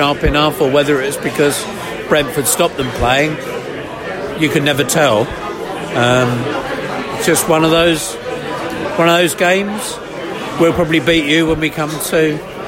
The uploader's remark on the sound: We’re Just a Bus Stop in Hounslow - post QPR v Brentford match podcast from the pub.